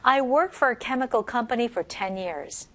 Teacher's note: the intonation will go down for the company and the years and that